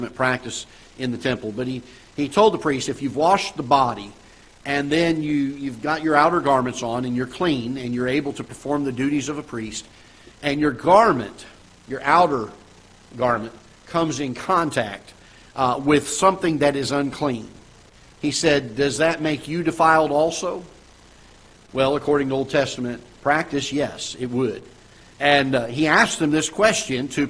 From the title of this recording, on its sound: Ketha Heights Baptist Church ~ Live Broadcast